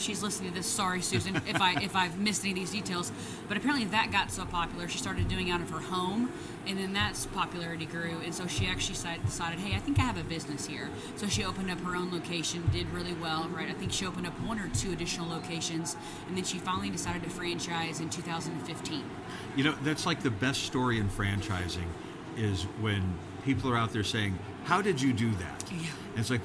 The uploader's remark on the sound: IFE Unplugged: Live from New York in The Podcast Zone. Recorded LIVE in the Podcast Zone at The International Franchise Expo 2023 in New York.